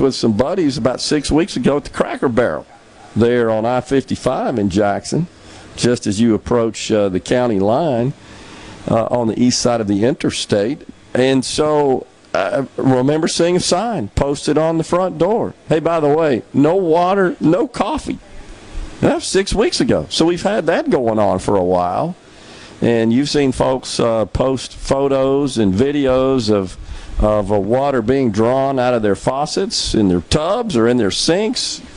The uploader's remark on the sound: MidDays is LIVE from Mossy Oak in West Point for the kickoff of the 44th Annual Prairie Arts Festival this weekend.